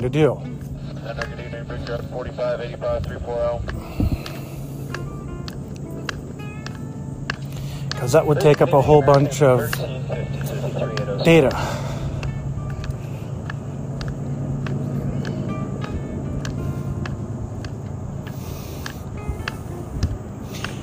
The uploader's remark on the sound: Plane spotting in New Florence, Pennsylvania. The beginning of the episode where I started the recording to remove the gap from when I started the recording to when I began speaking. Where I paused the recording.